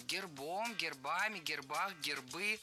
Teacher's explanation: Не гербом, а гербом. В этом слове при склонении ударение переносится на окончание.